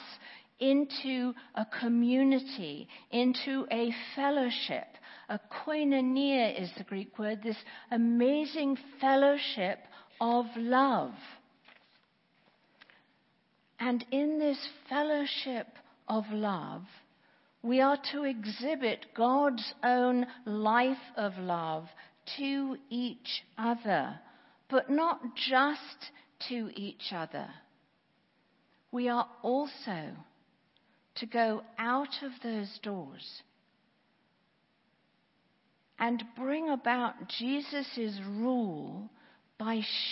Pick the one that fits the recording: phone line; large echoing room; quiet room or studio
large echoing room